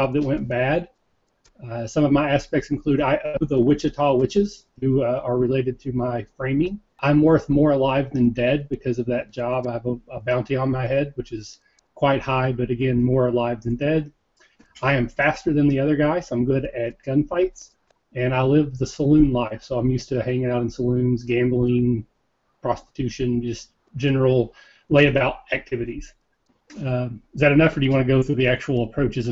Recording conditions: video call